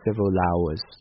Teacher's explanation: several 最后是 l 这个 l 音的结尾，而这个 hours 又是一个元音的开头 · Term: 连读